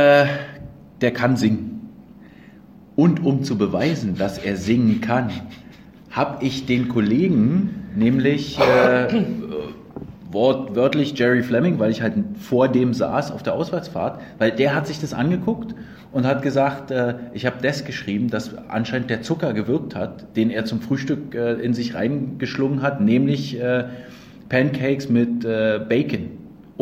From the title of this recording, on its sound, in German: Der Livepodcast